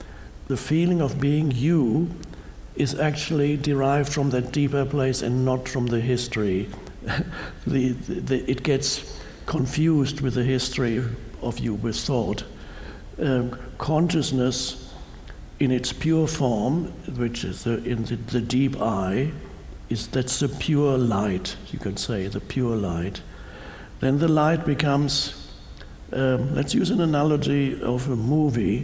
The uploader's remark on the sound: Answers questions from a live audience. A woman in the audience says she is interested in manifesting her purpose.